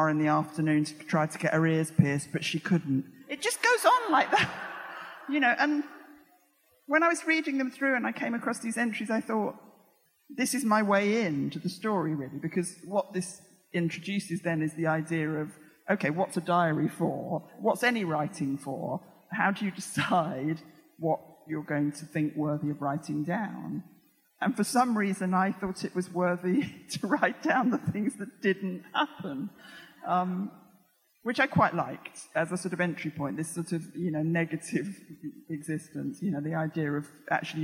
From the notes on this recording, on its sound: Recorded on 10th Feb 2020 at EartH Hackney.